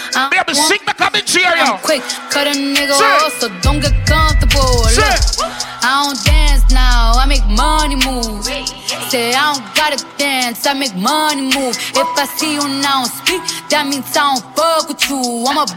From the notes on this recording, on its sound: Here is a live audio recorded at Fashion & Brunch 2023. Shoutout to coppershot music for helping us record this live audio.